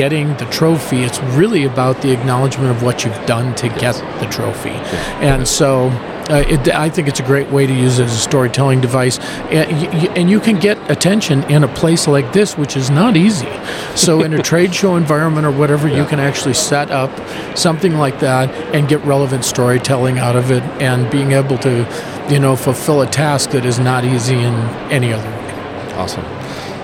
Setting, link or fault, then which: setting, busy venue